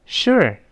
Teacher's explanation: 这个 sure 注意要勾舌